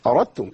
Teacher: عندي ادغام الدال في التاء